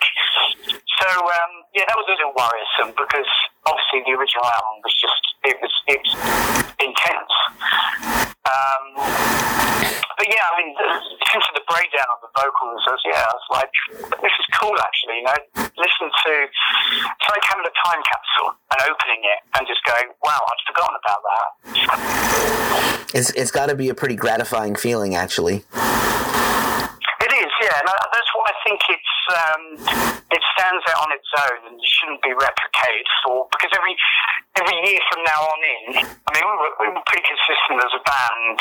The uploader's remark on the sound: by phone